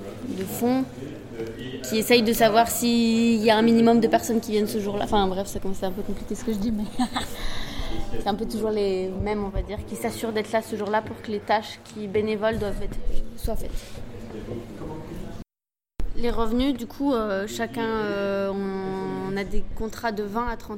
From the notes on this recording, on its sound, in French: Un second épisode enregistré pendant ces ateliers.